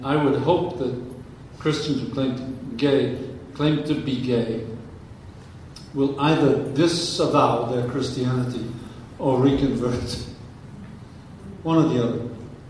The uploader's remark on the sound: Interacting with the audience